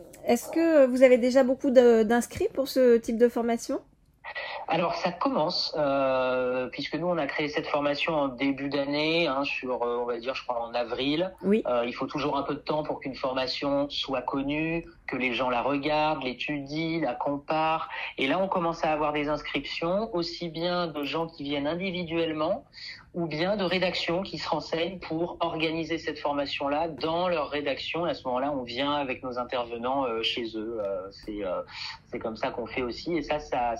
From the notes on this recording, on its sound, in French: Je fais le point par téléphone